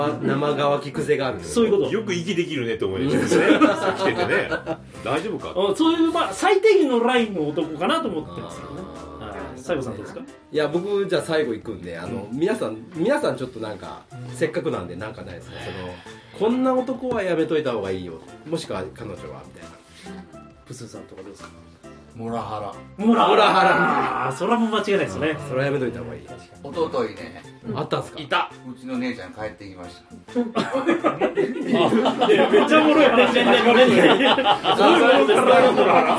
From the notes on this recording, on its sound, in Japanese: Podcastと音楽の融合イベント「SHABEON」。その開宴前にみなさんに集まっていただき公開収録をした内容になります。